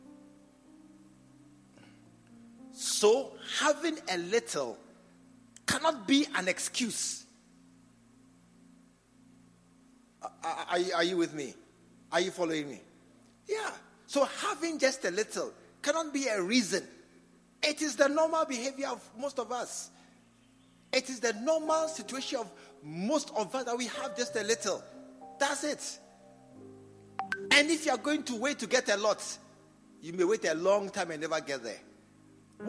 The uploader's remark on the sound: Preached at the True Vine Cathedral, Bantama.